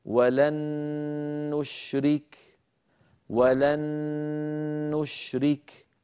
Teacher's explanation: فصار النطق بنون مشددة، والنون المشددة كما مر معنا تحتاج إلى غنة أكمل ما تكون